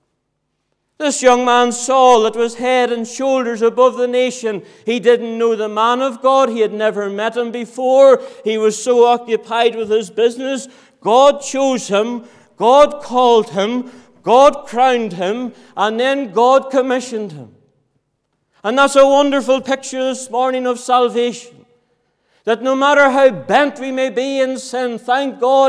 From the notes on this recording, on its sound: Sunday Morning, 26th November 2023. This audio was recorded at the Lifeboat Fellowship, Grange Corner, Moy.